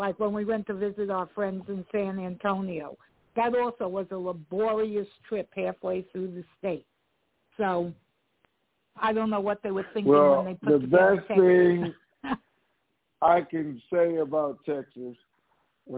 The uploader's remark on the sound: TNTSuperfantastic Conference Call